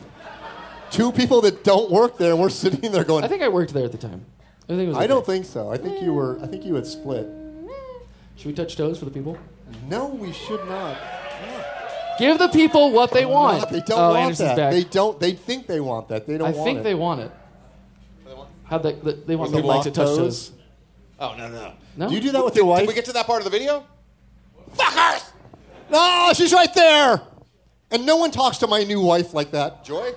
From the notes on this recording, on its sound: Live In Las Vegas!